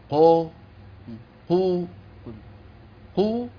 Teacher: الضمة صوتها مطابق لصوت الواو مطابق لكنه أقصر زمنا